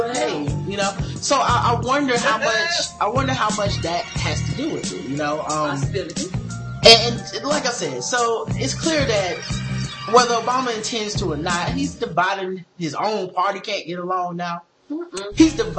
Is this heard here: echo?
yes